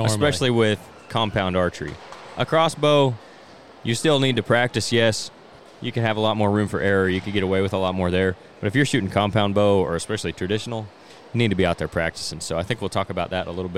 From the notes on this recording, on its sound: This week the guys traveled to Springfield to record a remote episode from the Illinois S3Da State Championships.